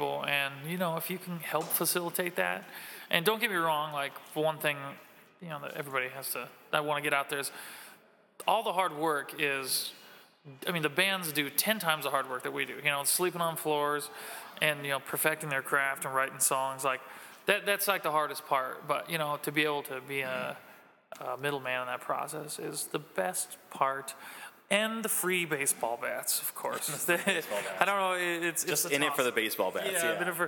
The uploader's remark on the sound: at Gingerman Tavern in Wrigleyville